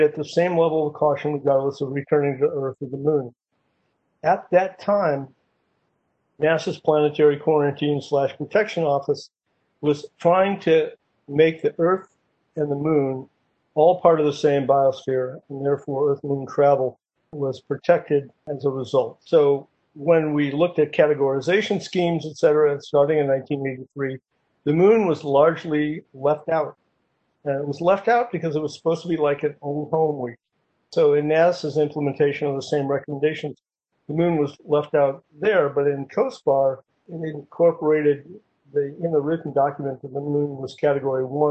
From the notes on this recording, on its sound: Because of the COVID-19 pandemic, the participants were talking from their homes and offices, and so the audio quality varies considerably.